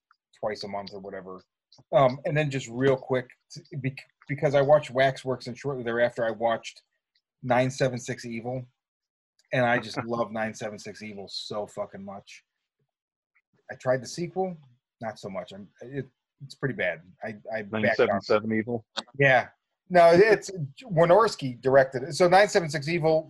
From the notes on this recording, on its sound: hit Zoom